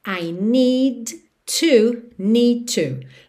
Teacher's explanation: Need termina em D, to começa em T, eu junto tudo num som só.